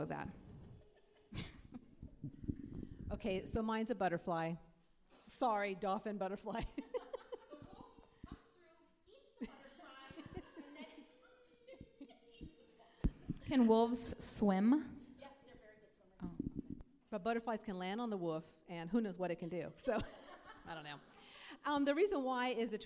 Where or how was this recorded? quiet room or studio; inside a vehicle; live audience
live audience